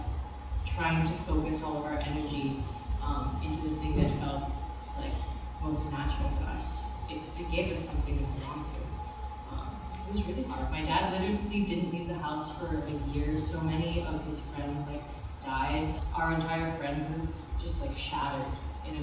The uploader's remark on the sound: Toqa recently held a Panel, Pop-up and Party at the very conducive Kaimana Hotel (apparently under enlightened management.) Youʻre dropping into toqaʻs installation at Foster Garden and hearing the panel at the Pop-up Party. Tough audio?